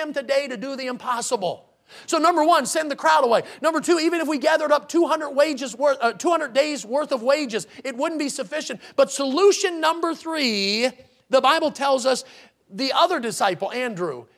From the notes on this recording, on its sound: in the Sunday Morning Service on October 9, 2022, at Victory Baptist Church in Boonsboro, Maryland.